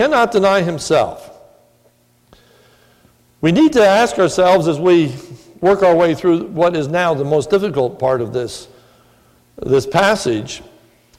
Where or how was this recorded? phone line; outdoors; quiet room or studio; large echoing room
large echoing room